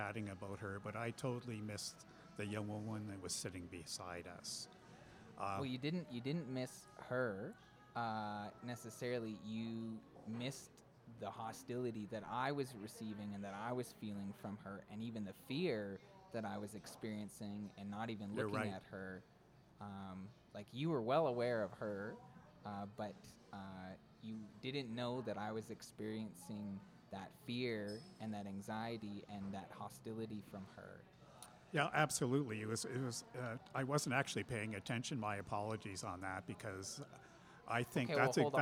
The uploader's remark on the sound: The two record this episode at a coffee shop they have codified as "Karen Central." Several White people leave that corner of the coffee shop due to racial tensions.